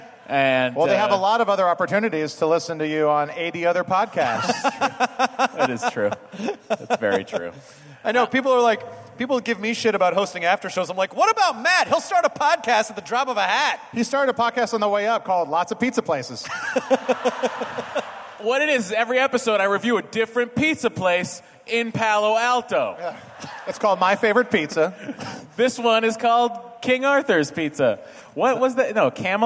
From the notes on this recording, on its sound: It's a nerdist hostful live from ID10T festival!